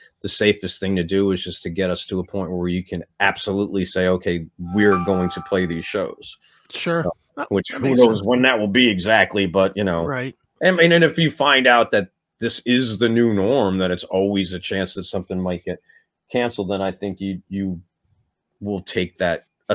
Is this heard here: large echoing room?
no